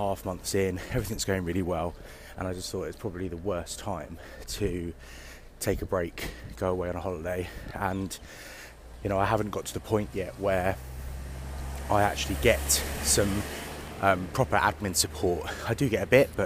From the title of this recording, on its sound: Walk & Talk